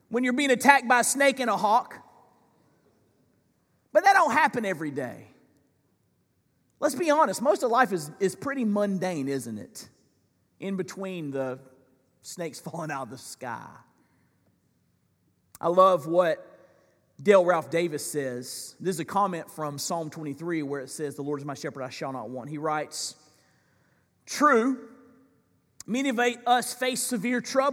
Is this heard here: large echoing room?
yes